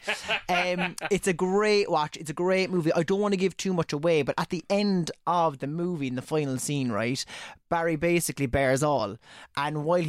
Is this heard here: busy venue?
no